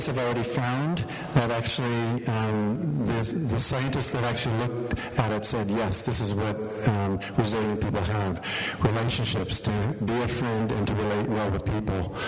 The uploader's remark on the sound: We apologize in advance for the poor audio quality. There were some technical difficulties.